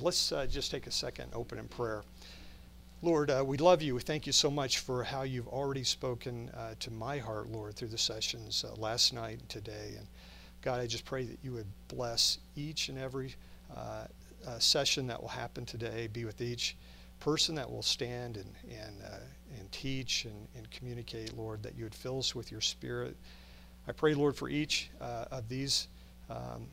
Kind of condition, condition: setting, large echoing room